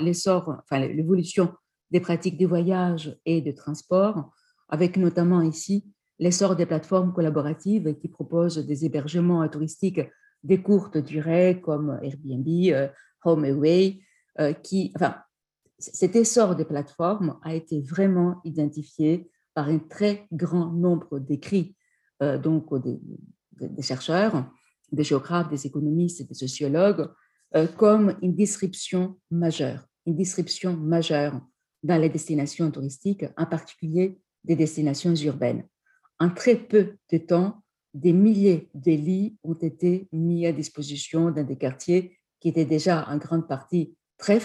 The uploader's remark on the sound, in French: Enregistré sur zoom.